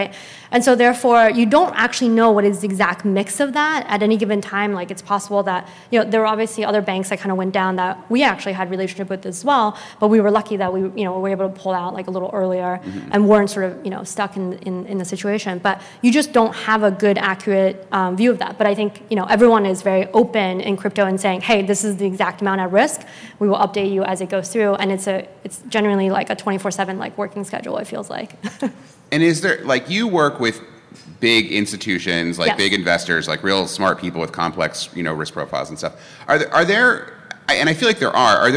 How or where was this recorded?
busy venue